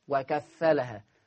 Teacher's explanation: حفص عن عاصم يقرأ بتشديد الفاء